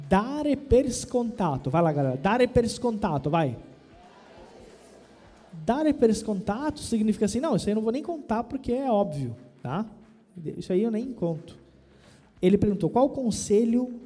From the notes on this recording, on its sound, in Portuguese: foi gravada diretamente no nosso evento presencial de São Paulo, no último dia 3 de dezembro.